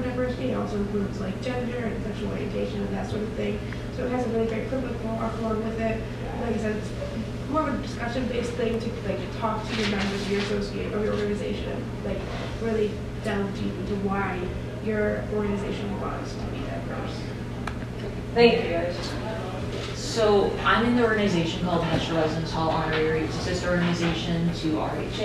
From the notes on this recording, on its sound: leads a discussion at the 2020 Cardinal Leadership Conference